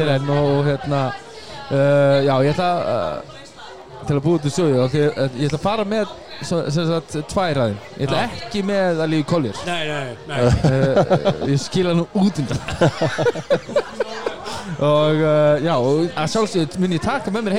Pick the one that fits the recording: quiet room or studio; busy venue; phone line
busy venue